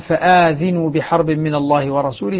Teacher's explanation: فآذنوا الهمزة مدها والذال كسرها · Term: بالمد